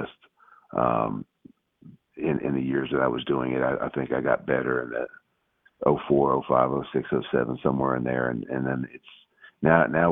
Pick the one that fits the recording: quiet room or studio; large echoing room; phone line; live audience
phone line